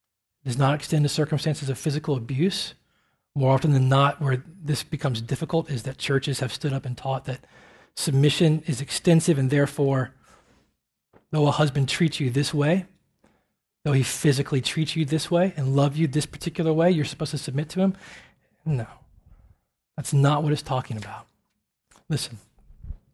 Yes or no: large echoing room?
yes